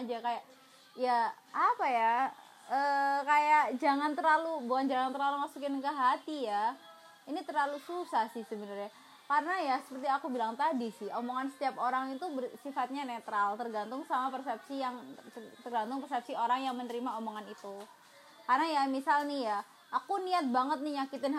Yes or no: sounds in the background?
yes